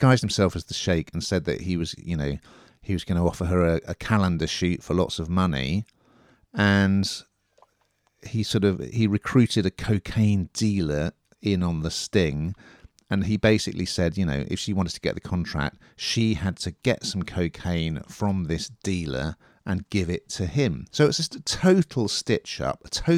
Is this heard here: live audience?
no